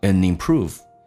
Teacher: 一般 ND 组合把 D 去掉用 and 进行连音叫 andimprove